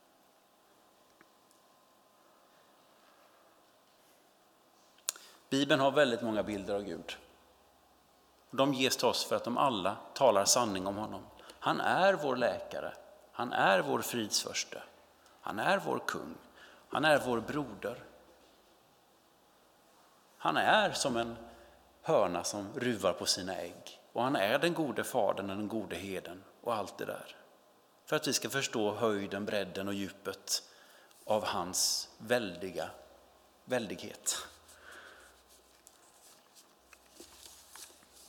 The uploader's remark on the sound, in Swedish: Inspelning från Immanuelskyrkan Skövde.